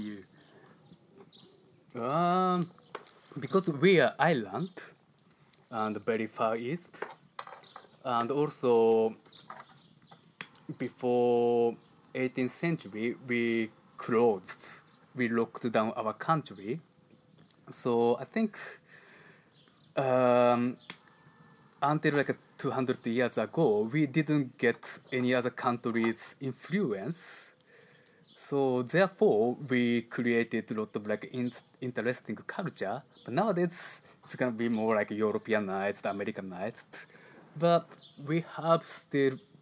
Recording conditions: sounds in the background